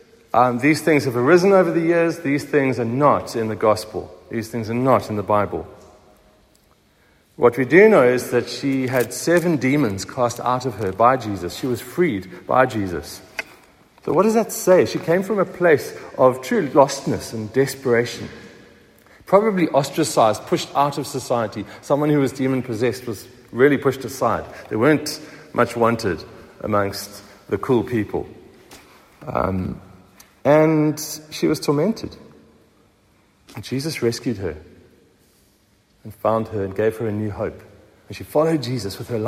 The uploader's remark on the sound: Recorded at the 7am service on Easter Morning, Sunday 9th April 2023